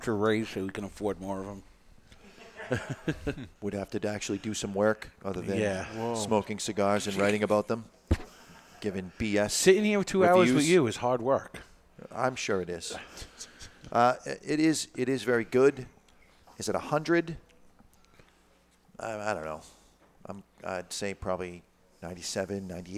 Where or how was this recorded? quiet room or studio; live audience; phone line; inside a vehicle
live audience